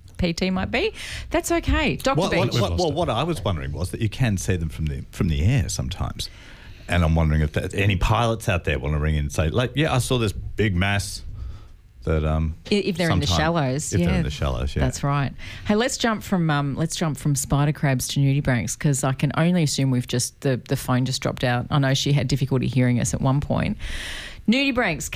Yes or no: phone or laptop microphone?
no